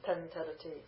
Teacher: And so that ma sound is going to be, the nasal is going to be affected by that ta · Term: Sandhi